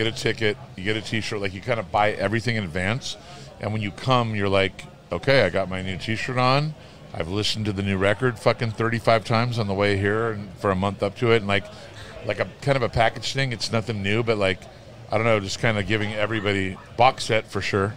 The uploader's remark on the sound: at the recent Good Things Festival in Brisbane